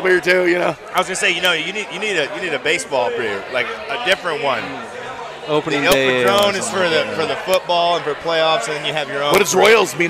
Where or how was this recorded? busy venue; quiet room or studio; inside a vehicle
busy venue